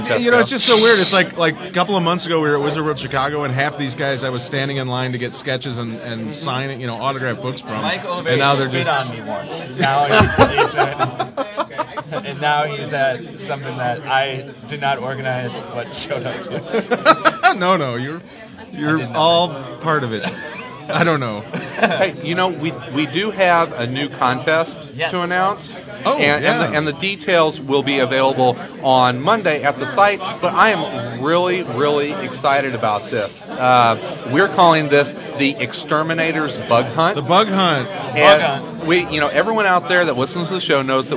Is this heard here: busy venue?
yes